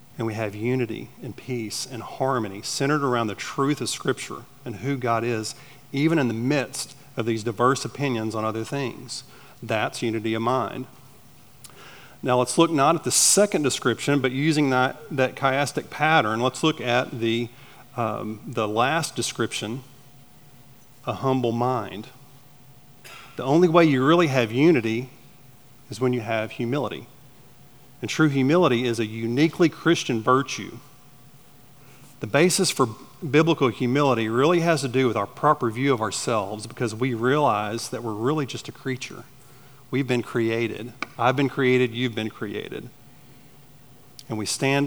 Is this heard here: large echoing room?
yes